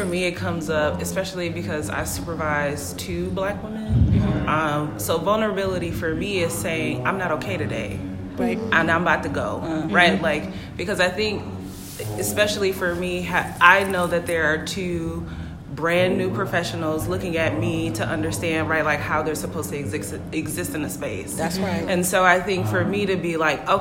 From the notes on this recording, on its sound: Hosted a LIVE recording at ACPA 2020 in Nashville, TN!